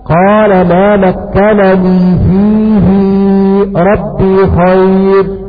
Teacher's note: قرأ ابن كثير بإظهار النون هكذا قال ما مكنني فيه ربي خير بإظهار النون، وقرأ باقي القراء بالإدغام قال ما مكنني فيه ربي خير.